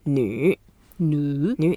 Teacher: 女, that means female nu. Nu is a third tone. You go down a little bit and up.